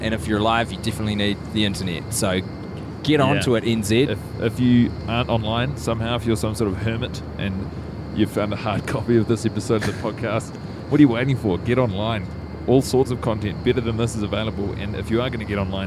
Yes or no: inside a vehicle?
yes